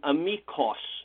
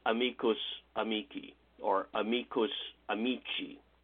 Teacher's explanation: Okay, the reason it's the O declension is because originally, you know, in sort of proto-Latin, it would have been amicos, O-S, as it is in Greek. But that unaccented O, the short O, it was weakened in pronunciation until it became something like an U.